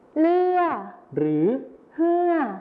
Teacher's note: ในภาษาไทยมาตรฐานนะครับจะใช้รอเรือนะครับส่วนในภาษาถิ่นอีสานจะใช้ลอลิงหรือฮอนกฮูกนั่นเองครับ